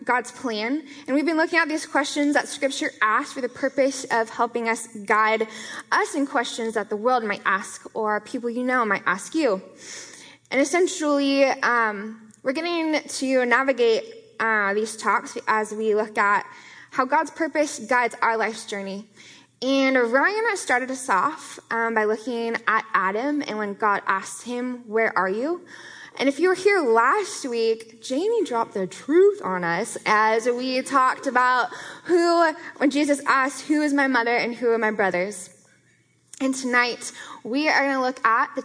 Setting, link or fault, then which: setting, live audience